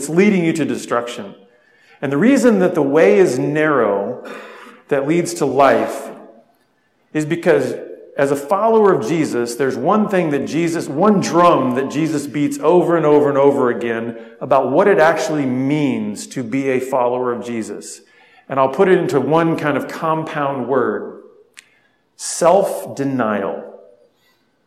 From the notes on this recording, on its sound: spoke at a men's conference